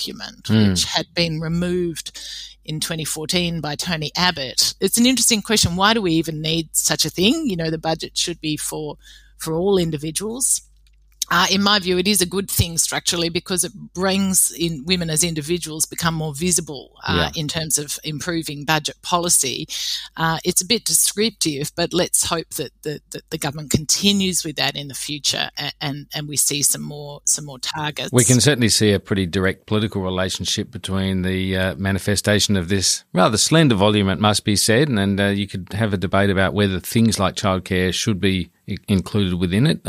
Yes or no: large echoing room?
no